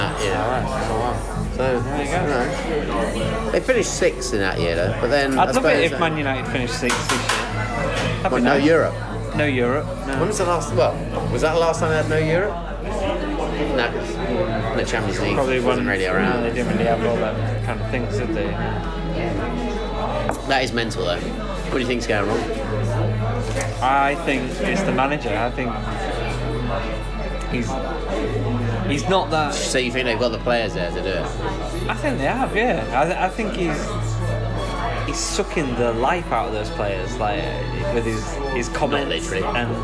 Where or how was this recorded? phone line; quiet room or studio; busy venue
busy venue